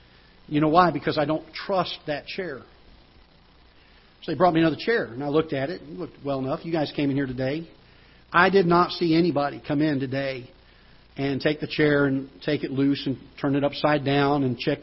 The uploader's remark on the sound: Ketha Heights Baptist Church ~ Live Broadcast